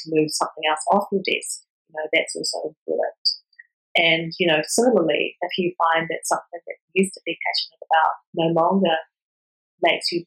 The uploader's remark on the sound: As is sometimes the way with virtual recordings, the audio quality varies in this interview.